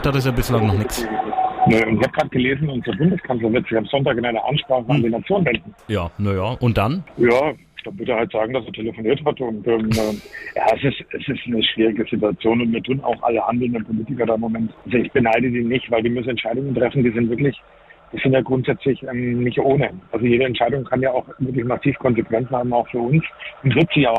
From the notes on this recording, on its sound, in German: im Bus am Telefon